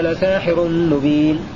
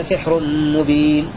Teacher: بسين مفتوحة وألف بعدها وكسر الحاء · Shown in: first take · بكسر السين من غير ألف وسكون الحاء